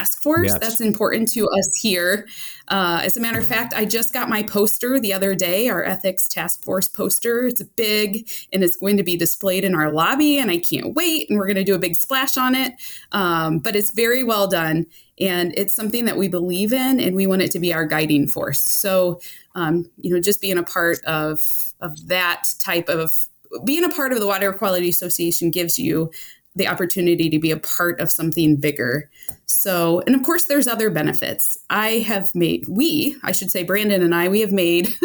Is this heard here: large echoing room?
no